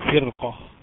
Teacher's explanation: فرقة ساكنة قبلها مكسور ولكن أتى بعدها حرف استعلاء مفتوح، فإذا تفخم الراء. · Term: تفخيم الراء